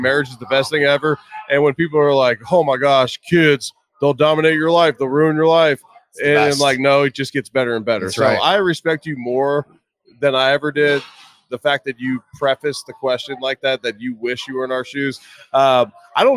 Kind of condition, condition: setting, busy venue